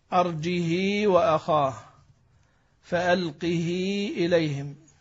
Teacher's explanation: الإشباع بمعنى أن يشبع الكسرة